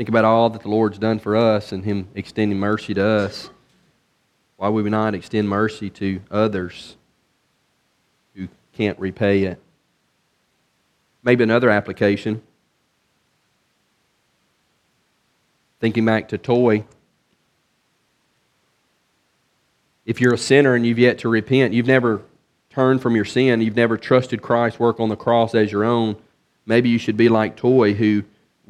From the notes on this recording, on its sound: from the pulpit of Beaver Baptist in Brighton, Tn.